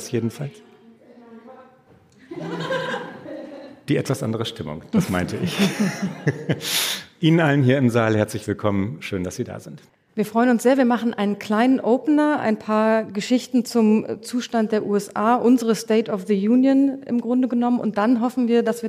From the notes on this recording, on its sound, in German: Mitschnitt der Livefolge unseres transatlantischen Podcasts, aufgenommen beim großen Podcastfestival von ZEIT ONLINE. Juni in Berlin. Außerdem sprechen wir mit Hörerinnen und Hörern.